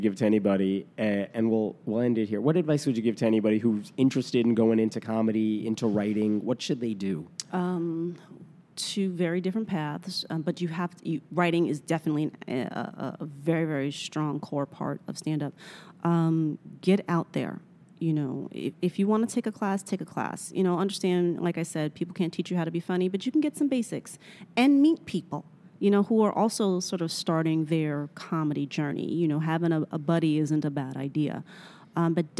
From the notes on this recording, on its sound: At the recent American Humanist Association conference in Chicago, I spoke with her